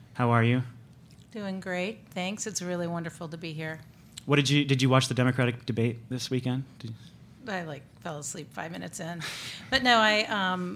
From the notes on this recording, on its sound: This week, we have a live podcast from the Solar Focus conference in Washington, DC, hosted MDV-SEIA.